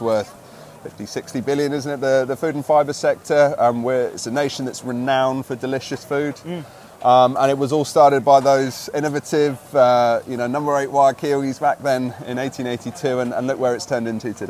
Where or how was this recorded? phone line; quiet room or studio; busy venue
busy venue